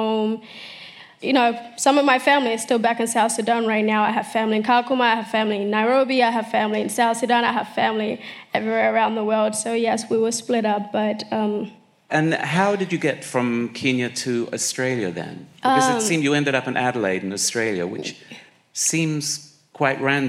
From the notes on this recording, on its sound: on stage at BoF VOICES in 2018